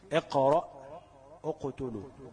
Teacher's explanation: الراجح ان القاف تبقى قريبة من الفتح · Term: قلقلة